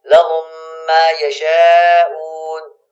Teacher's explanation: میم ساکن کے بعد میم آئے تو میم کو دوسرے میم سے ملا کر غنہ کے ساتھ پڑھیں گے · Term: میم ساکن کا ادغام